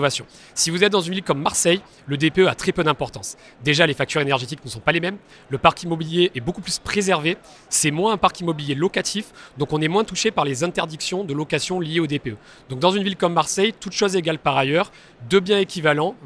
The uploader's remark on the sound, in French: Cet épisolde a été enregistré en live du Salon RENT.